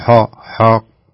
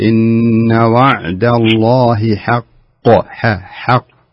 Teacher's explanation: الحاء مرققة والقاف هي المفخمة · Shown in: second take